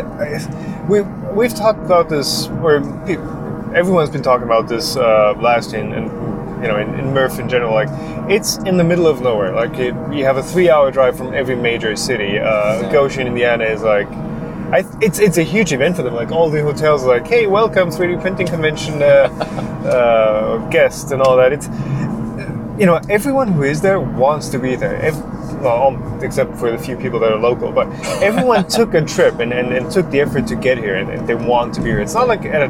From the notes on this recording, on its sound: MRRF2019 Recap! (recorded while driving back).